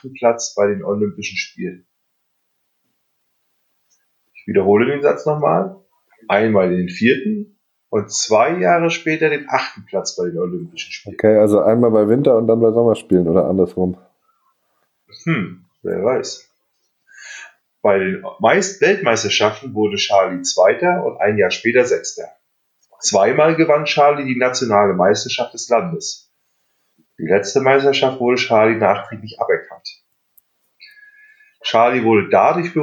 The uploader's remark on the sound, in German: Das ist eine unsere Probefolgen, also wundert euch nicht über die Tonqualität und unsere (noch) amateurhaften Vorträge!